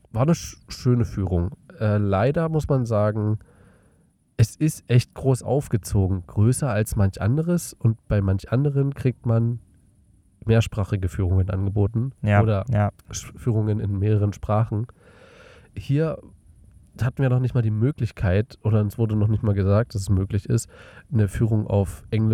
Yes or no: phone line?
no